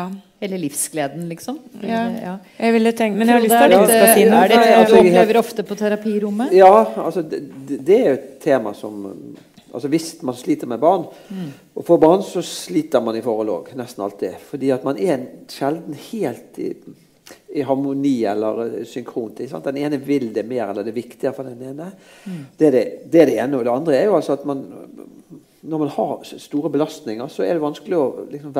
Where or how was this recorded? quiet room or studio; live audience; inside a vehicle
live audience